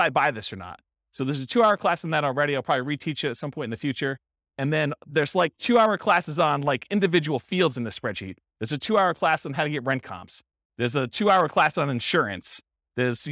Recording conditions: live audience